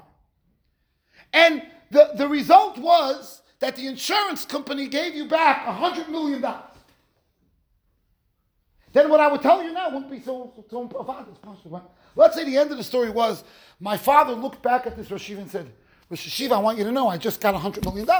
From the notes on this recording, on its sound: Shiur recorded in Yeshivas Ohr Reuven, Monsey NY.